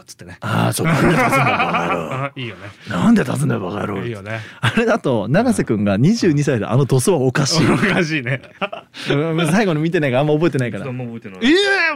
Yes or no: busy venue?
no